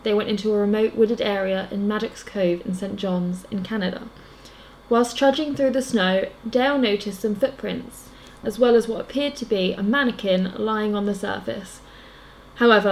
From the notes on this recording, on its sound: Sorry about the background noise in this week's episode, we had 2 very loud snorers in the room with us (our cheeky lil Frenchies).